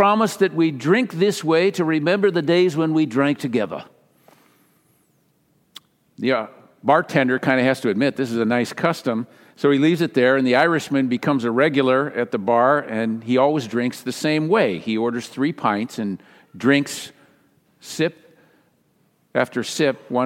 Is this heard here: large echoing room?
yes